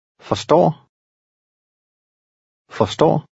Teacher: In number 19, you'll hear the short sound of this vowel when it's followed by two consonants. The RS combination usually makes the R lightly pronounced.